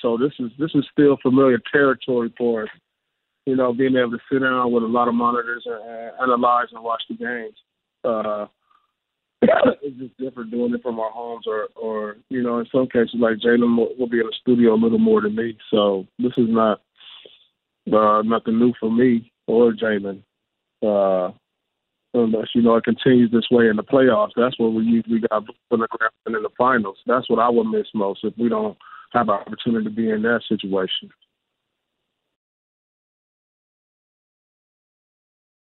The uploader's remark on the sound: NBA Conference Call